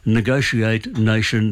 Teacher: The TIA in the middle of it makes a sh sound, the same as the TI in nation makes that sound.